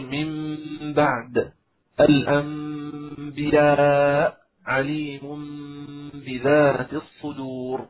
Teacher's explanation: الإقلاب هذا يكون يعني بإطباق الشفتين، يعني عندما نقول من بعد تكون الشفتان منطبقتان انطباقا خفيفا